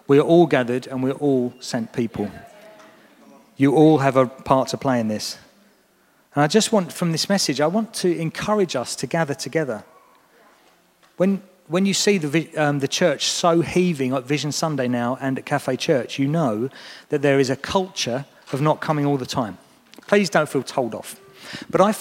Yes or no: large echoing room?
yes